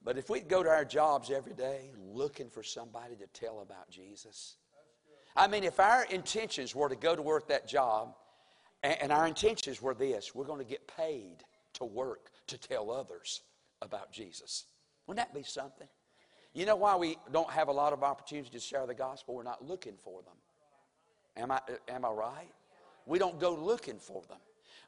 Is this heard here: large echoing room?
yes